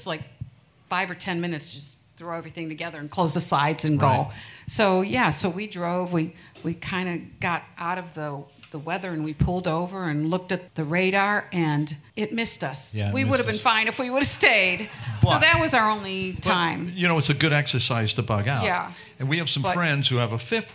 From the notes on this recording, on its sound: We playback our unforgettable live show at the iconic Music Box Supper Club in Cleveland. All recorded live for your entertainment.